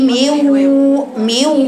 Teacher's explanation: انت عندك الوقت فيه غنه النون الميم مكسوره والنون ساكنه وبعديها واو، هتكسري الميم وتطلعي على الغنه، والغنه شكل الشفتين فيها كانهم سكون